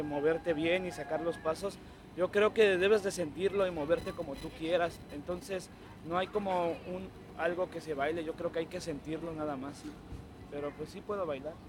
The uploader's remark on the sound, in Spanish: Recorded live right before they hit the stage at the Levitt Pavilion in MacArthur Park. Grabado en vivo antes de su concierto en el escenario de Levitt Pavilion en Mac Arthur.